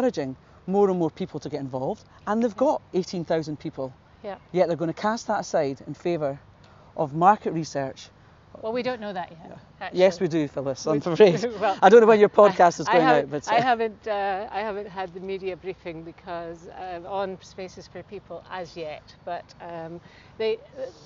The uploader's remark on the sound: we took a short walk outside the parliament building on a lovely sunny morning